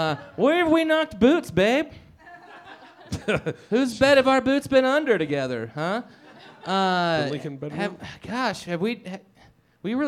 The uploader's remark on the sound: Recorded in front of a "studio" audience at Mutiny Information Cafe in Denver! Features an intimate acoustic set.